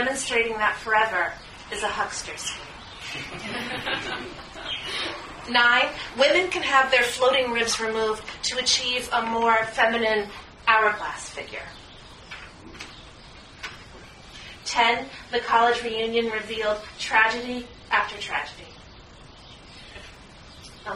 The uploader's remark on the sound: Came back into town in May of 2009 for a special reading at The Poetry Motel.